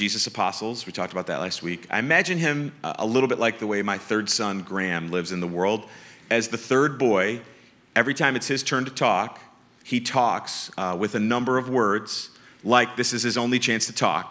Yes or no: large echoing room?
yes